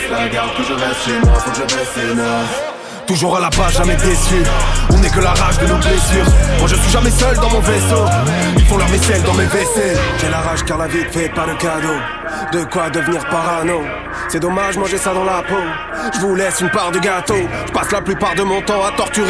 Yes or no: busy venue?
yes